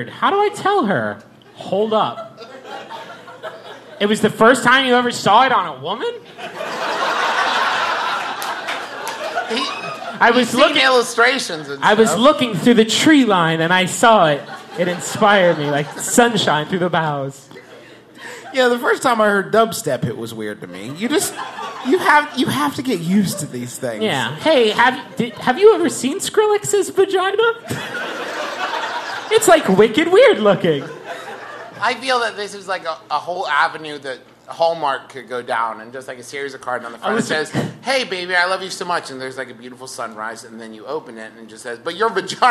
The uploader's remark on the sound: It's the second part of our recent live show double header in Austin, Texas.